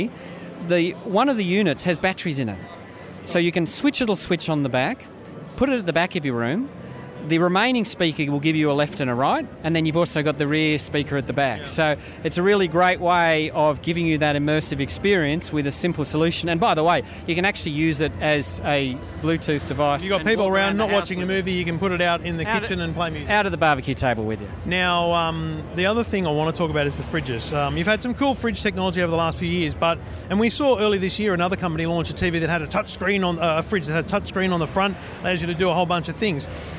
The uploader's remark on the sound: In the first of two special episodes live from CES. We head over to Netgear's showcase.